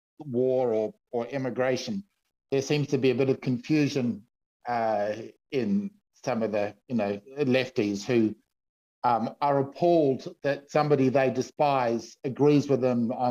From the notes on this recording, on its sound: forgetting to plug his mic